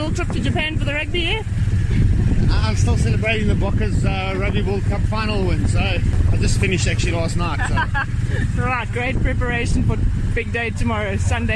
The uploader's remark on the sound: brought a recorder to this year's Discovery 947 Ride Joburg Twitter Ride and chatted to a few people while pushing a good pace